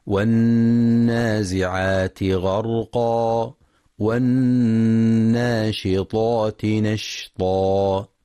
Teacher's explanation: ينتبه القارئ لغنة النون المشددة في كلمة والنازعات والناشطات، فهي أكمل ما تكون فيها. وفي كلمة والناشطات ينتبه القارئ لتفخيم الطاء تفخيما كاملا.